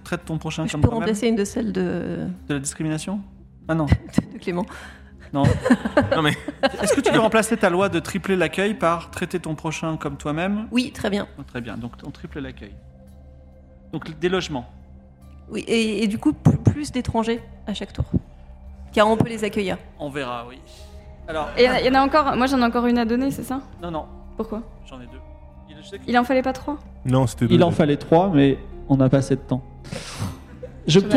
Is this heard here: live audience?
yes